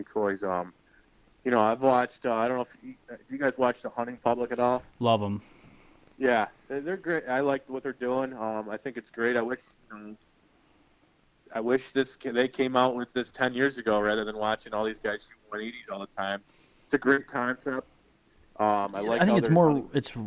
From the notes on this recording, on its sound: he sits down with us via phone